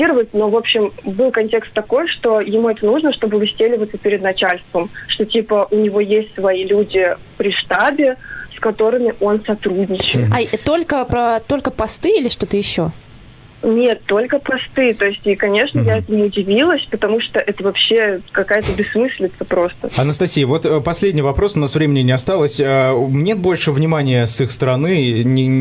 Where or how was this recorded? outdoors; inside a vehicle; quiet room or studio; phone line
phone line